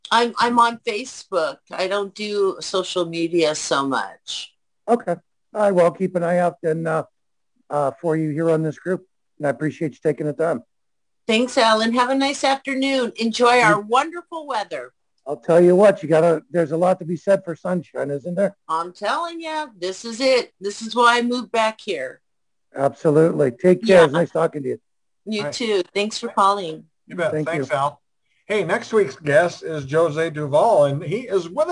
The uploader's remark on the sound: a Zoom show of her own on 2/21/2021